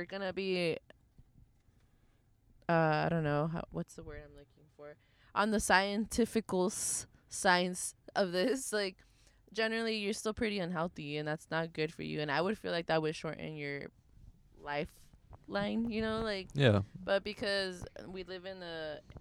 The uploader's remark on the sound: This pod is just 3 Latin X's just vibin' in a latesla (latino + tesla).